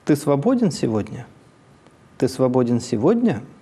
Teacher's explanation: в интонационной конструкции номер три на гласном центре тон резко повышается